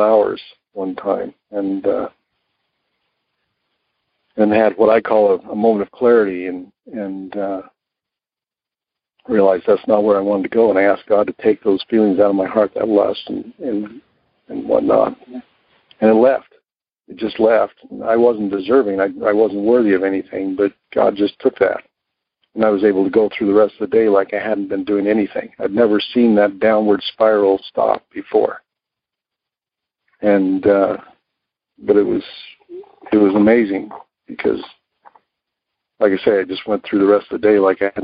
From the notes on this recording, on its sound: Monday Noon Phone Speakers Series.